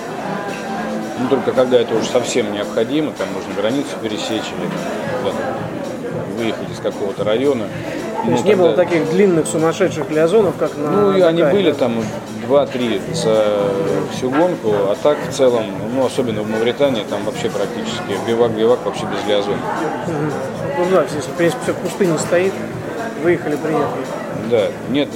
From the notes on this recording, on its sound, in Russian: был записан в одном из московских кафе